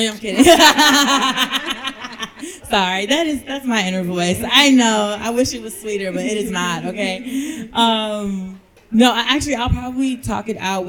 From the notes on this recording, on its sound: Our live recording at the She's Got Drive event at Recycled Modern in Hyde Park.